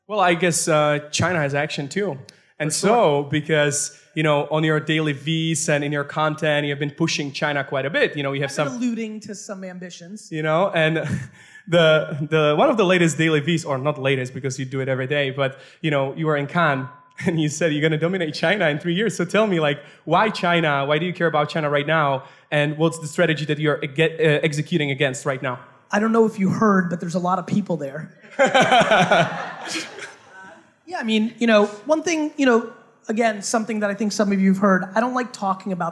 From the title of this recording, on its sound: A HUGE Fireside Q&A at Startup Grind HONG KONG